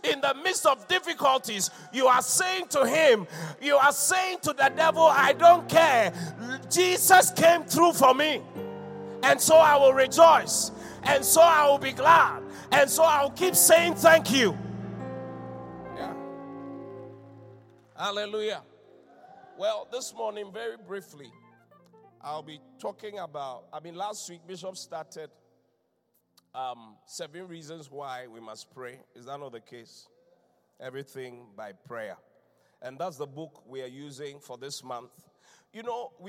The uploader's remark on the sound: Inspiration Service. Preached at The Qodesh.